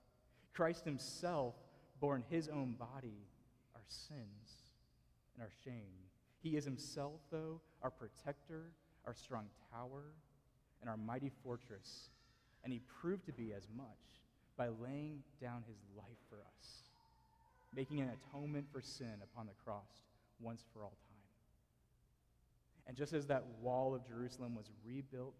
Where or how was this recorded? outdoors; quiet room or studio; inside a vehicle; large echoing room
large echoing room